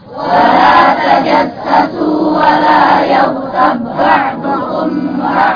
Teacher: ادغام الباء في الباء حرفين متماثلين